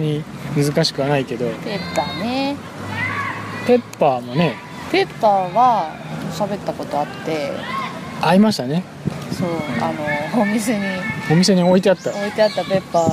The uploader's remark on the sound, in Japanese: 外で収録してみたよ！今回初めて外で録音してみました。環境音が激しく入ってます。